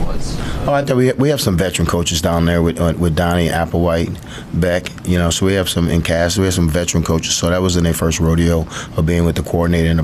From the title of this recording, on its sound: Post-game Press Conference